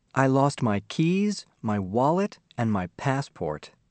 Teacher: The rise signals more to come. The fall signals the end.